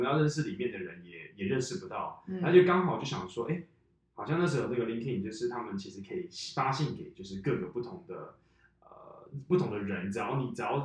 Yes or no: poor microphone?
yes